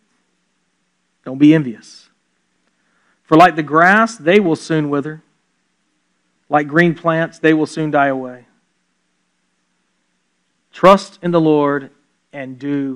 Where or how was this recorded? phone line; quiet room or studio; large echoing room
large echoing room